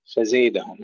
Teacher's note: قلوبهم مرض فزادهم الله مرضا، فزادهم فيها الإمالة لحمزة وابن ذكوان، نقرأها فزيدهم الله مرضا، فزيدهم، هكذا بالإمالة بدل الفتح